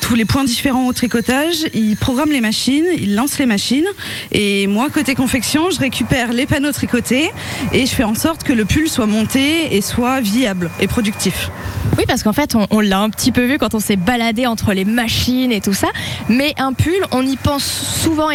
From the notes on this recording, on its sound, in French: On fait des marinières en direct à la tricoterie Val de Saire à Valcanville !